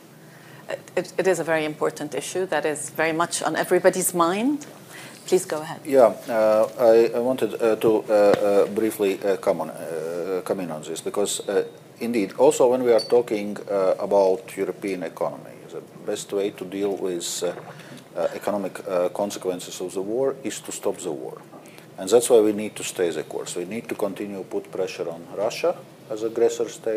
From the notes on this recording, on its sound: Davos 2023. A panel of top experts digs into this topic at the 2023 Annual Meeting in Davos Switzerland. This conversation was recorded at the Annual Meeting in Davos Switzerland 19 January.